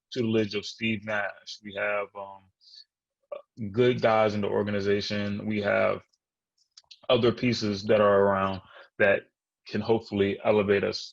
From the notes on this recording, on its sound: The two record this podcast virtually!